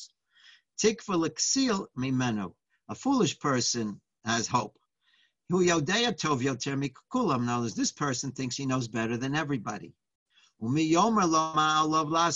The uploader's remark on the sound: Live On Zoom